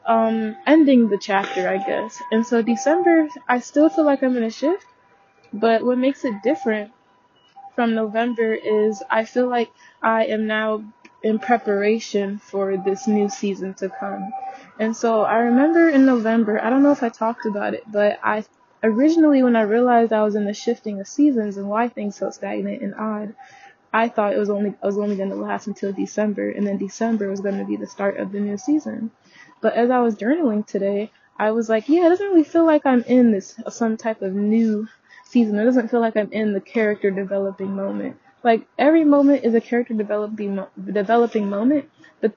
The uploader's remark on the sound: The audio in this episode may be a bit muffled as I was on a walk and had forgot that I still had my headphone connected.